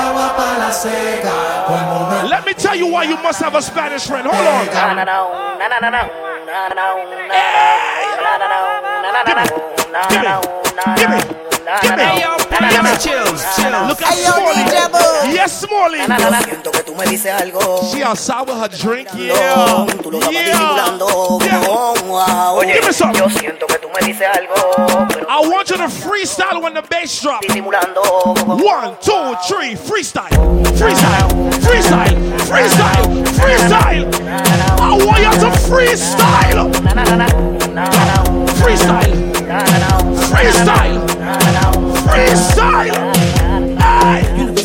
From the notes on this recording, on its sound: International Brunch Series Live At Polygon